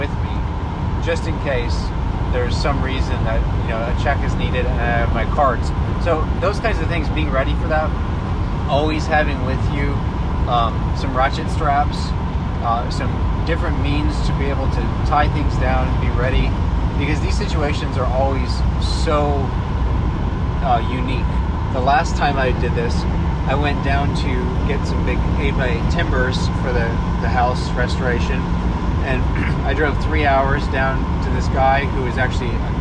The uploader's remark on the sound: This episode was recorded on the road. As a from-the-hip recording, this conversation traverses quite a varied terrain.